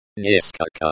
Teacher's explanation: Neskolko stresses on the second syllable.